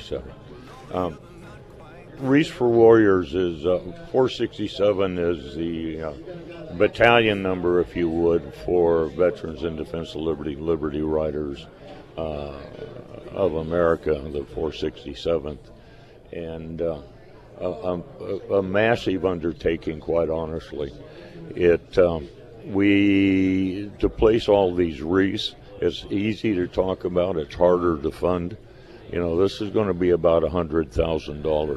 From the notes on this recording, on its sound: live at Scramblers Diner.